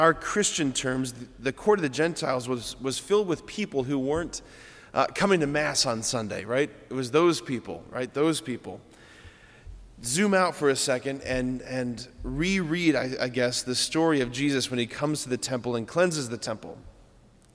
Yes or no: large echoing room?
yes